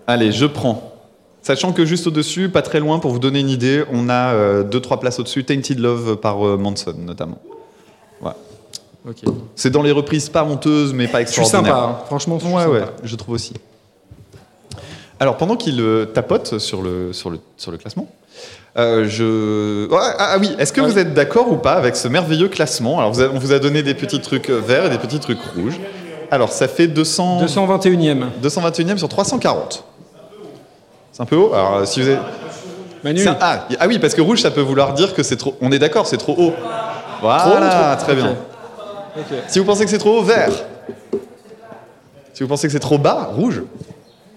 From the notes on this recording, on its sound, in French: Un enregistrement capté en live le 08 avril dans le cadre du festival Podrennes, rassemblement de podcasts indépendants. Merci encore à celles et ceux qui sont venus nous écouter.